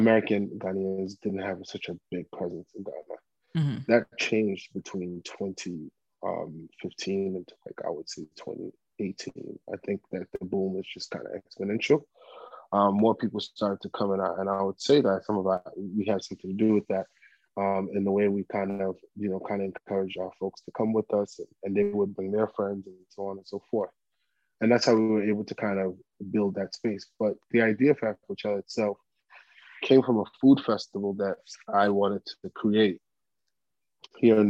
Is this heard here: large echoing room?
no